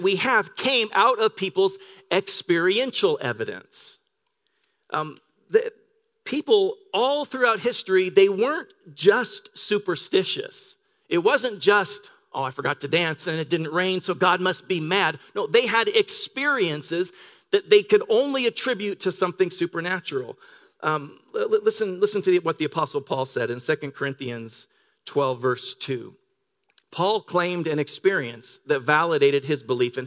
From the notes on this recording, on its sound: Delivered on 16 December 2018 at Grace Church of La Verne. Delivered on 16 December 2018 at Grace Church of La Verne .